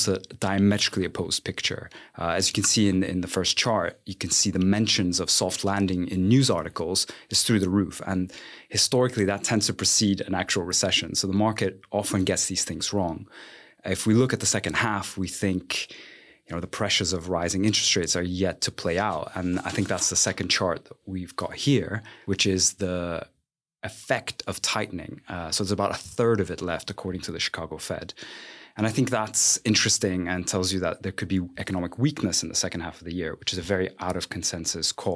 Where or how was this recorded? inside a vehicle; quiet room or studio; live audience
quiet room or studio